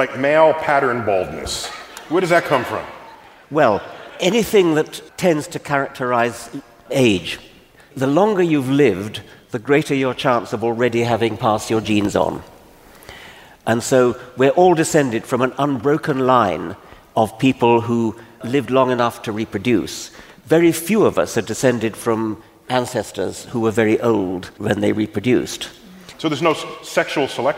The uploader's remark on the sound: Recorded live at the Beacon Theatre in NYC.